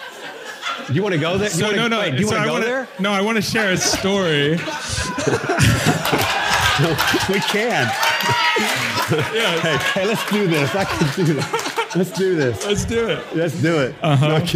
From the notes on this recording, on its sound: Recorded in front of a live audience at the Soma Family Retreat.